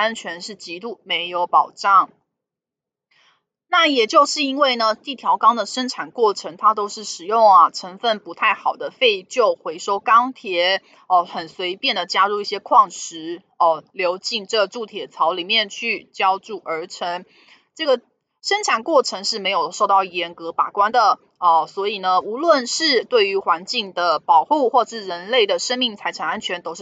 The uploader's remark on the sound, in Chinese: 本集有些許雜音，已亟力避免，如有察覺請多多包涵